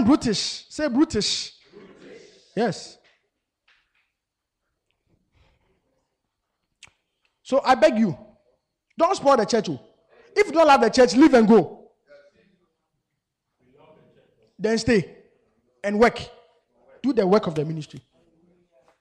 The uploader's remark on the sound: Preached at the MANY ARE CALLED CAMP.